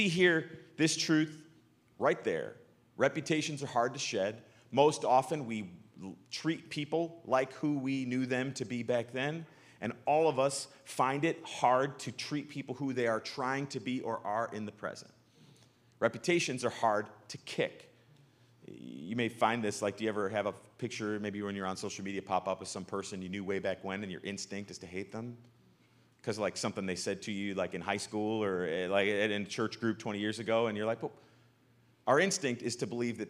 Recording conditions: large echoing room